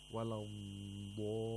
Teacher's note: In the word al-dallin, we have madul lazim, which means you have to lengthen this mad to six vowel counts.